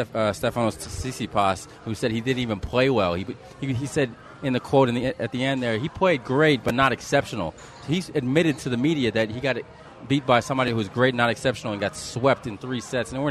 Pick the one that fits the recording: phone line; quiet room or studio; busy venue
busy venue